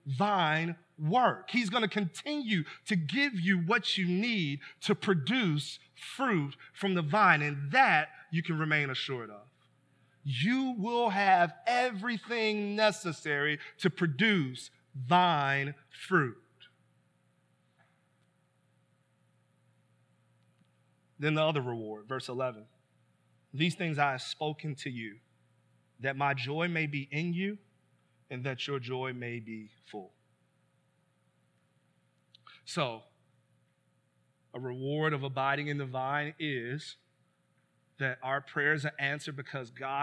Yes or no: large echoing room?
yes